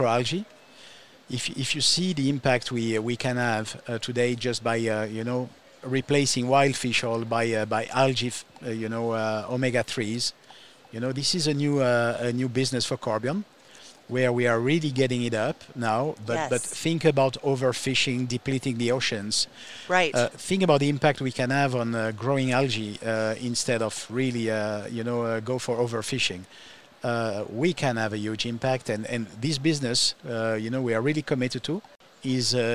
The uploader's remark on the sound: live from IBIE.